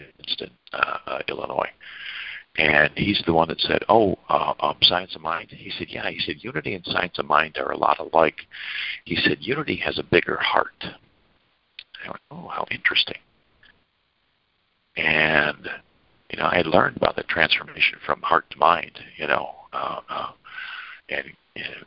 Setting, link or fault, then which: link, phone line